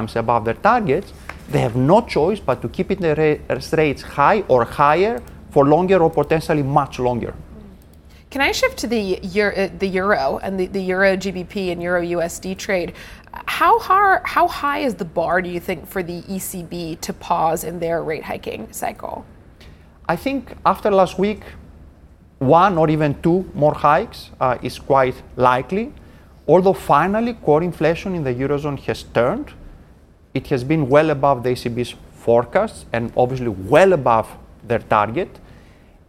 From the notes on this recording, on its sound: we are live at the Paris Airshow